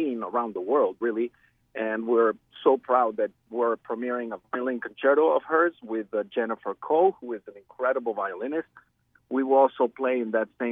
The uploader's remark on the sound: joins us by phone